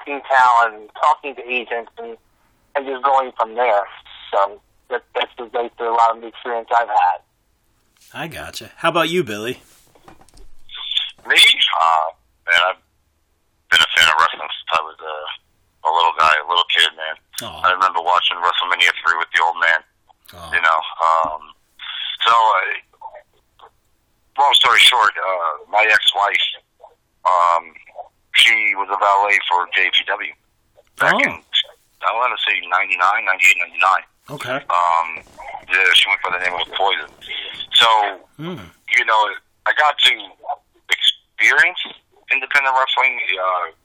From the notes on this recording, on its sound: The Founders and Directors of Titan Championship Wrestling call into the show